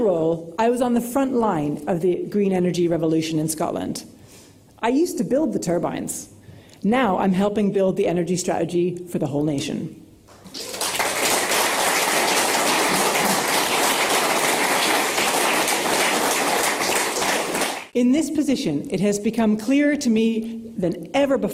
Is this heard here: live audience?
yes